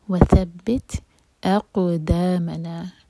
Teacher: حمزہ light قاف heavy اور قاف پر قلقلہ. اقدامنا، میم پر زور، سٹریچنگ کے بعد میم ہے، دا کے بعد.